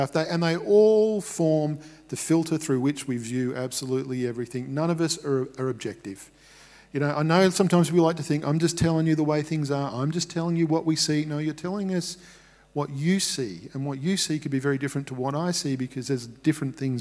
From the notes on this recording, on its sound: Recorded at Restore Church on the 16th of May 2021.